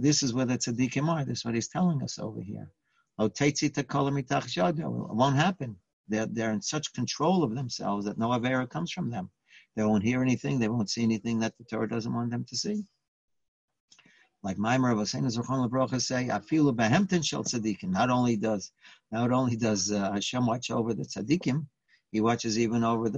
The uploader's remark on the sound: Live On Zoom.